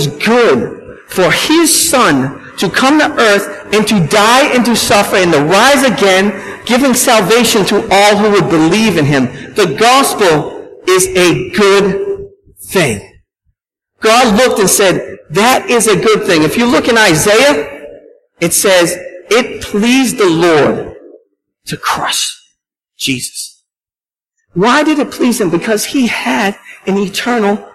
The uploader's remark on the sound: at Restoration Road Church in Wakefield, MA